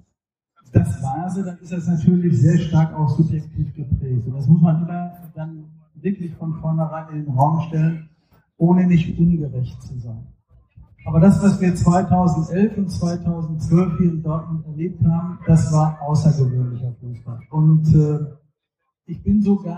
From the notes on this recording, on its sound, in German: Live vom DortBunt Festival. Während wir sonst für gewöhnlich jeder an seinem eigenen Schreibtisch sitzen, um euch Auffe Ohren aufzunehmen, durften wir diesmal live, in Farbe und bunt auf der Bühne der BVB-Fanabteilung platz nehmen. Bitten, die Tonqualität zu entschuldigen.